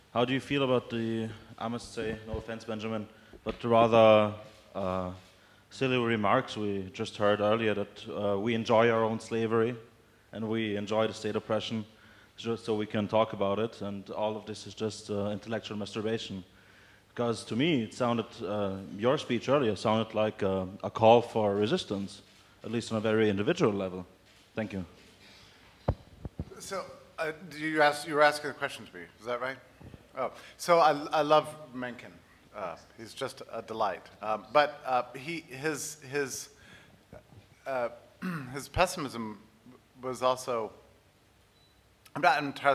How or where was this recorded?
live audience